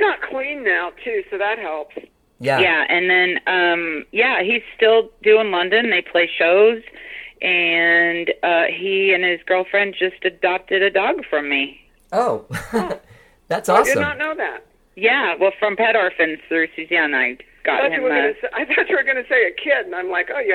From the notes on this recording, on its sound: We have a great phone conversation.